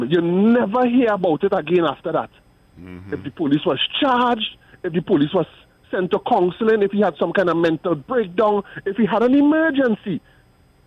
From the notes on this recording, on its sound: During this hour we take calls from our audience